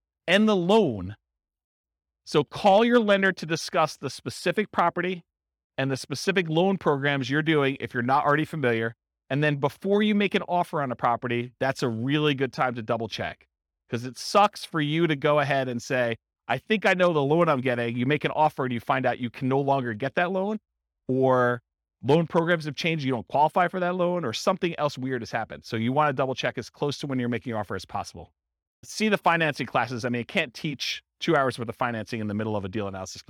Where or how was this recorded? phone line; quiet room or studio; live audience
live audience